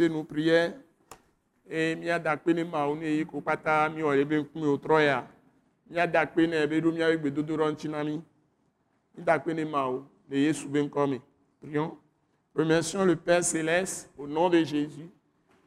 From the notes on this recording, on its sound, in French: Enregistré lors de la Soirée de Célébration et de Prière hebdomadaire de l’Église Christ Crucifié en Action (implantée par l’ATAC International), est prêché simultanément en français et en Mina, une langue locale du Togo.